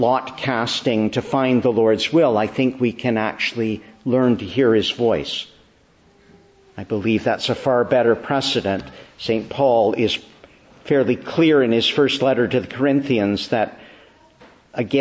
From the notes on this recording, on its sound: May 14, 2022 Morning Service. Preached in the Church of the Annunciation of the Blessed Virgin Mary, Ottawa.